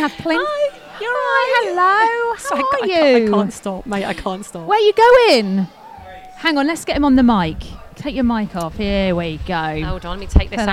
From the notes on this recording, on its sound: On todays show we are LIVE from East Midlands Airport departures lounge!